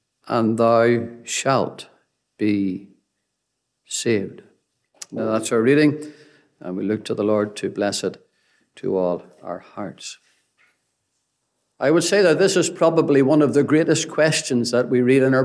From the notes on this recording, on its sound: Gospel Audio Recording from Ballyclare Gospel Hall